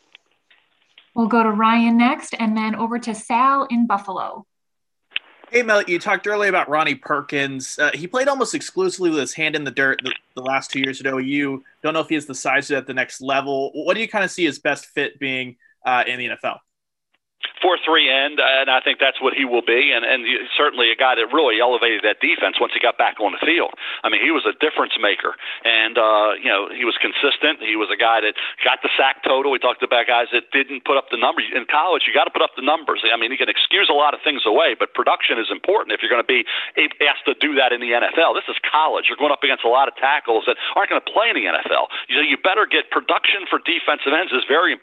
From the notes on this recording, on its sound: NFL Draft Conference Call.